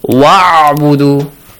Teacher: You don't pronounce the Hamzatul Wasl